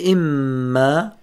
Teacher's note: وفي كلمة إما أعطيناها ماذا؟ غنة، حركتين.